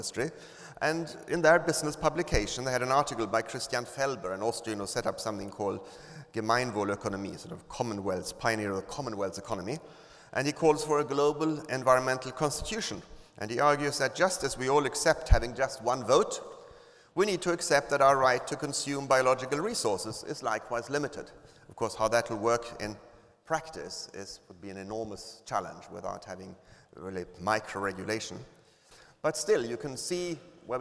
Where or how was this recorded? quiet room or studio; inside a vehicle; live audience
live audience